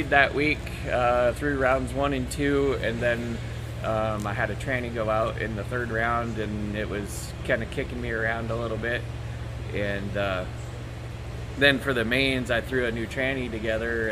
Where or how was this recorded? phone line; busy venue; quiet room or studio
busy venue